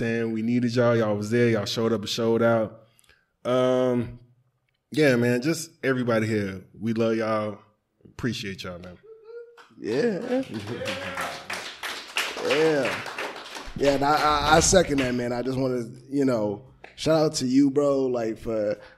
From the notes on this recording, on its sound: With A Live Audience